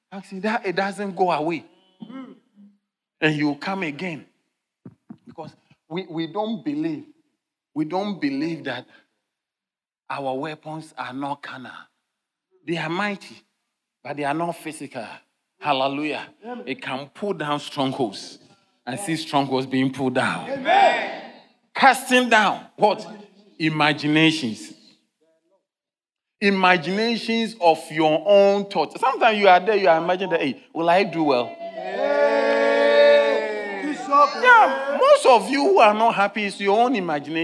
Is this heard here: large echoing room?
yes